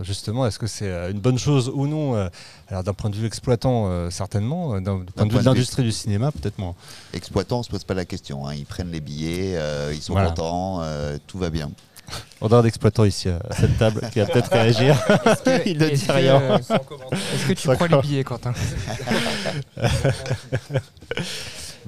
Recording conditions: busy venue